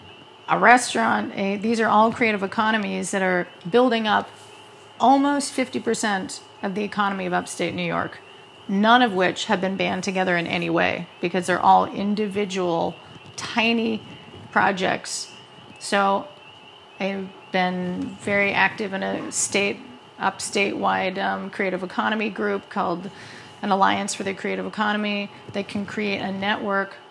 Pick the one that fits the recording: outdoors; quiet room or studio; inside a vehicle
outdoors